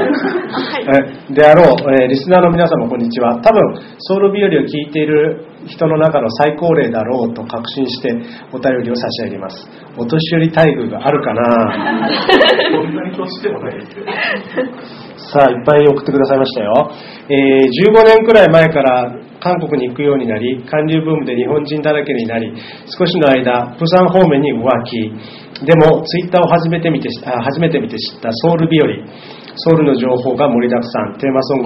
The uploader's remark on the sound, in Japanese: ソウル日和公開収録第2部の様子をお届けします。会場の皆さん、そしてUstreamで参加してくださったリスナーの皆さんからのバラエティー溢れる（？）質問。収録時間が長いため音質が低めになっています。ご了承ください。